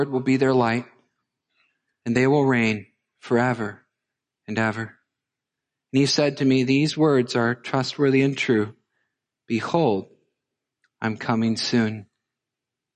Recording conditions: large echoing room